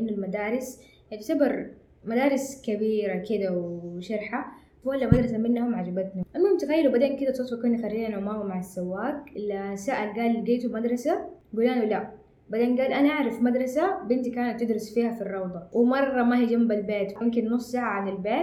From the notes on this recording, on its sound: Sorry for the audio quality.